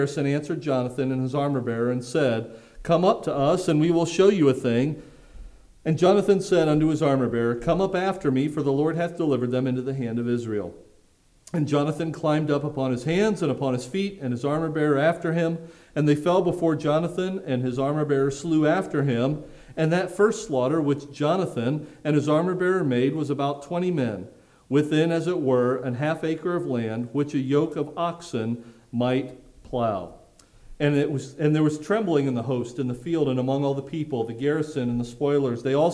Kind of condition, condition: setting, large echoing room